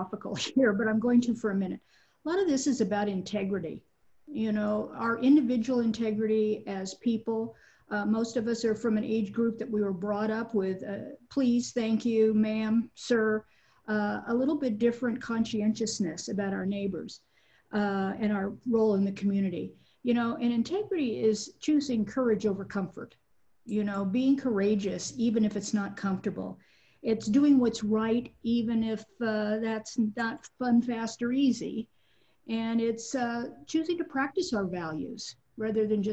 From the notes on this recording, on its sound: Meeting conducted through Zoom.